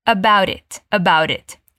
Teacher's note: Mas é bem comum na pronúncia americana não falar esse T no final. Então fica about it.